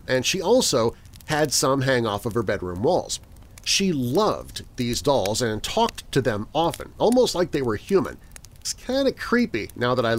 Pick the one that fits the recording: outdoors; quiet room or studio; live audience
outdoors